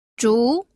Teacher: El segundo tono es el tono ascendente